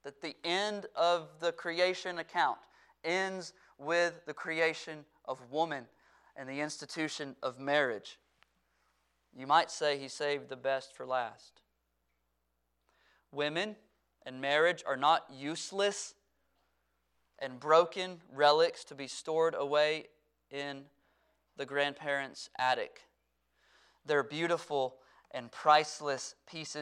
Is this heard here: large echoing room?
yes